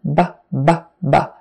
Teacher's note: It is a voiced consonant, meaning you can feel your voice is on. It's humming. It's softer, a softer sound than the P, but there's more air that comes out with the P.